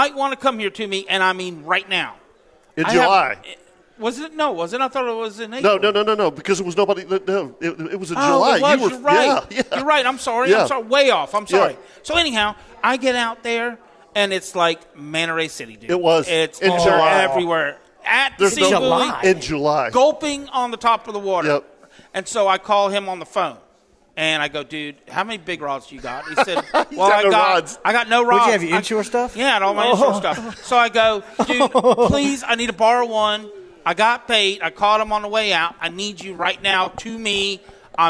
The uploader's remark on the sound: Broadcasting live from the Florida International Antique Tackle Show at World Golf Village in St.